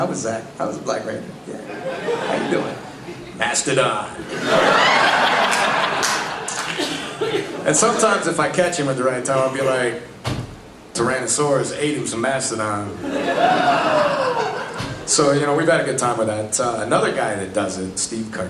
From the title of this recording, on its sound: Panel from Pensacon 2016